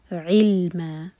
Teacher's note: عین حلق سے اور کسرہ کا ساؤنڈ، ہوٹوں کو بالکل پھیلا لے، علم، ما دو حرکہ، مد عوض عن التنوین.